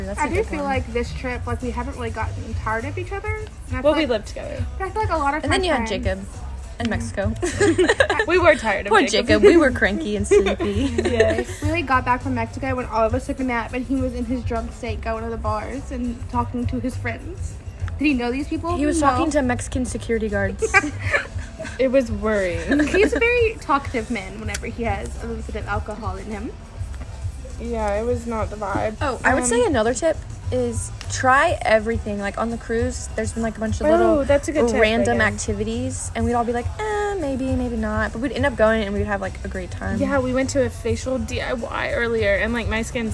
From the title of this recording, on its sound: Live from the Ship